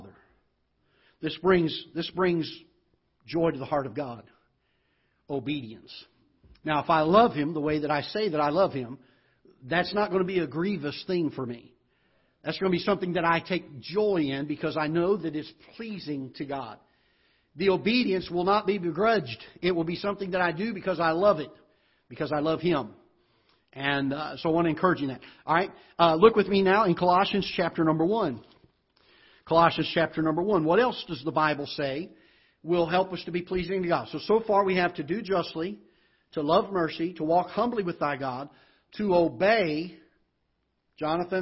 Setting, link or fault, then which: setting, large echoing room